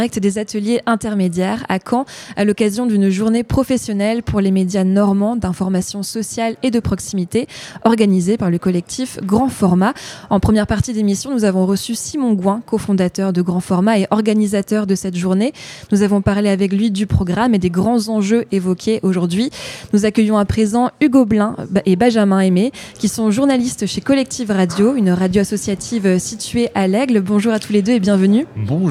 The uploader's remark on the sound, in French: En direct des Ateliers Intermédiaires, à l'occasion de la journée des médias libres en Normandie organisée par Grand-Format.